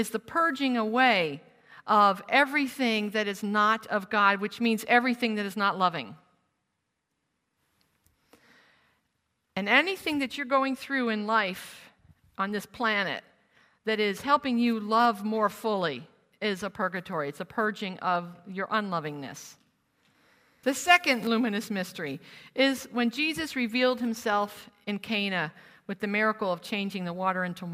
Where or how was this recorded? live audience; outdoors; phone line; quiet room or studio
live audience